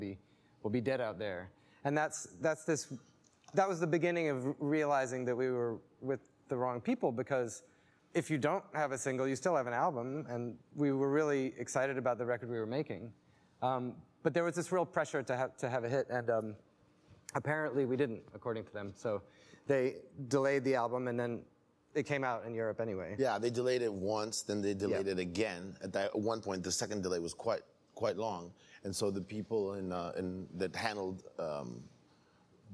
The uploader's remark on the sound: Recorded for a live audience at The National in Richmond.